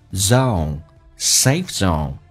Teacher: Your safe zone 你的舒适区 zone 有点难发，不要发成 zone，先发 a 再发 u，嘴巴往下像舀水的一个过程